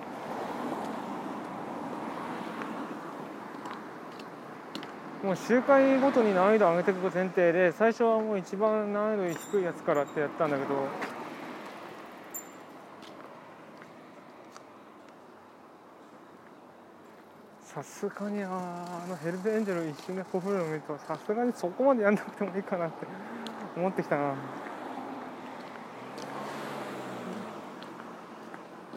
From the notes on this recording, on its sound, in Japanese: 通勤時，バスを降りてから職場まで歩く時間に，iPad miniのボイスメモを回してみる。